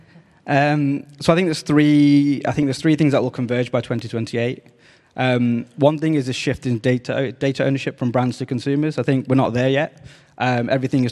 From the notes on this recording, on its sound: For this special first episode we took The Meaningful Media Podcast out of the studio and to the iconic L’Olympia venue in Paris, owned by our mother group Vivendi, to record this episode to a live audience.